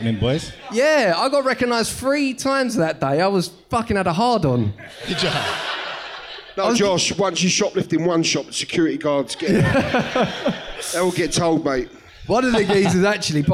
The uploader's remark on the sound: Live From London. We record live from Top Secret Comedy Club this week.